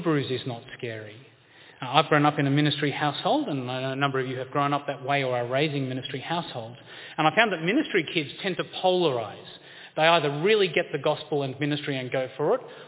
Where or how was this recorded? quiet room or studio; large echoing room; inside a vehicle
large echoing room